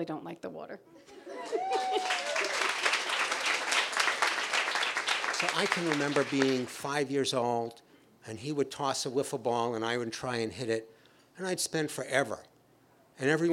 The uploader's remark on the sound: This track was recorded in front of a live audience in Provincetown, Massachusetts on June 4th, 2017. As a benefit for the annual Swim for Life.